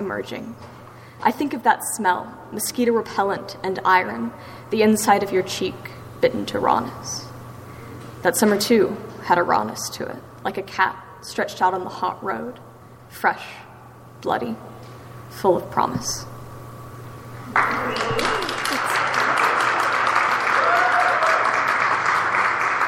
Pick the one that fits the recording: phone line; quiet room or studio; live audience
live audience